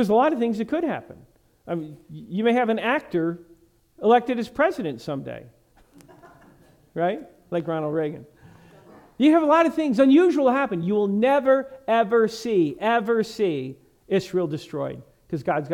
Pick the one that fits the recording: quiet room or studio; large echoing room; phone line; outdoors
large echoing room